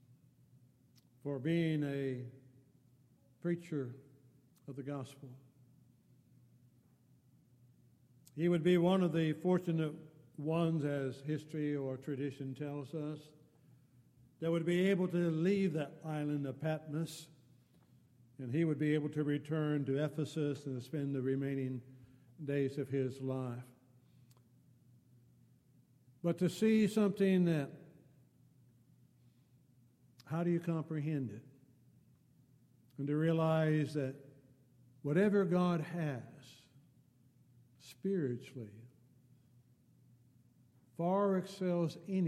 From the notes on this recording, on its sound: Downtown Church Of Christ Audio Sermon.